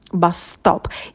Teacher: Это неудобно, потому что на стыке очень много согласных, и, ну, как бы реально это не совсем удобно произносить. Поэтому мы скажем все в одно слово «бас-стоп», и будет только один звук «с». Бас-стоп. И в слове «стоп» «т» мы не придыхаем, потому что он идет после «с».